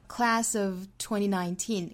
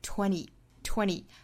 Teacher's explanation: 前鼻音嗯之后遇到了 t 这个爆破音，后面又恰好有元音，这个时候呢，中间的这个 t 的音就略掉，前面的鼻音直接跟元音做连读